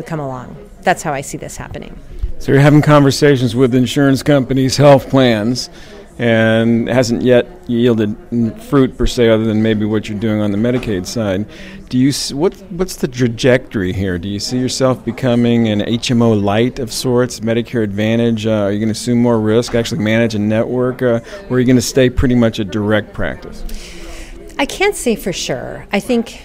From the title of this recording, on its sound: Live from #WinterTech